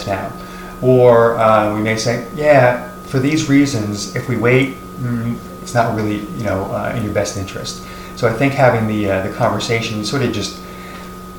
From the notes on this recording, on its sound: Apologies to our listeners for the audio feedback throughout the podcast.